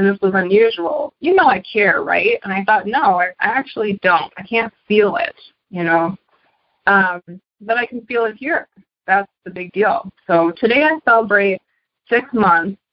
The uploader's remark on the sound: Noon Phone Speaker Meeting